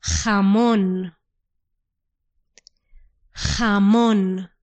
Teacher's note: This letter in Spanish is like a strong English H. So then if you want to say ham, in Spanish it's called jamón, but you need to try to do it slightly stronger.